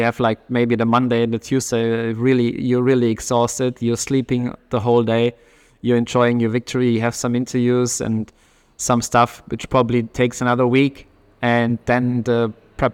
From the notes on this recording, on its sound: Live from the Porsche garage at Le Mans. Live from the 100th 24 Hours of Le Mans.